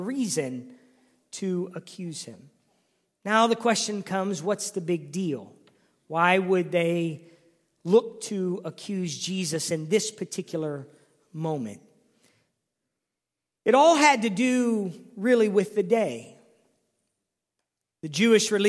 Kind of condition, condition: setting, large echoing room